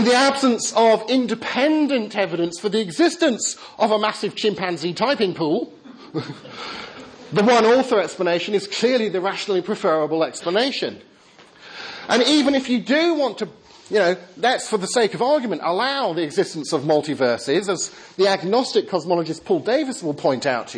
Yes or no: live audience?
yes